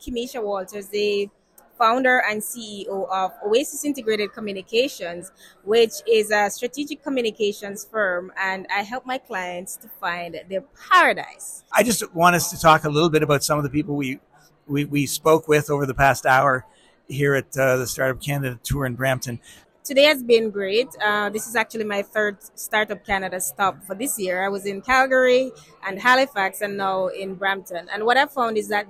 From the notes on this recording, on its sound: LIVE at the Startup Canada Tour 2023. We brought our podcast mic to the fifth and final Startup Canada Tour stop in Brampton. Hear from entrepreneurs who took part in the Pop-up Pitch Competition.